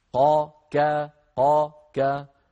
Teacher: ألم لم أداة جزم، نخلق فعل مضارع مجزوم بلم وعلامة جزمه السكون، نخلق فالقاف ساكنة، وجاء بعدها كاف الخطاب، فصار عندي قاف ساكنة وبعدها كاف الخطاب. القاف من مخرج والكاف من مخرج، لكن المخرجين متجاورين، فهما حرفان متقاربان، قا كا قا كا، كما قال إمامنا الجزري: والقاف أقصى اللسان فوق ثم الكاف أسفل، قا كا قا كا.